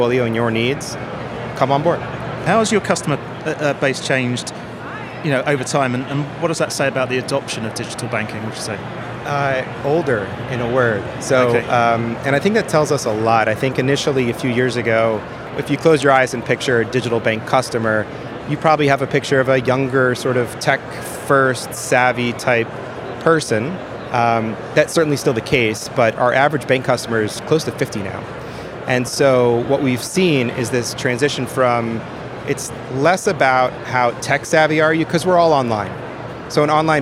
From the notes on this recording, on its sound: Money20/20 USA 2022. Recorded in partnership with Banking Circle at Money20/20 USA, that took place in Las Vegas. We recorded a series of interviews on the Banking Circle booth with a number of the speakers and attendees from the conference.